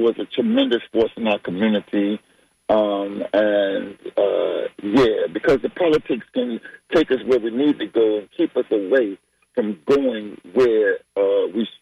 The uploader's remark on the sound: Unique magazine format call-in show.